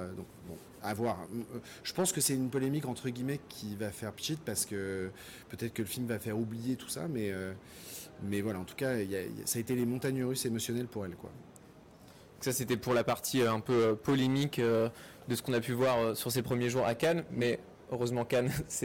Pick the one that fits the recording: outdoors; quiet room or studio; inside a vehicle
outdoors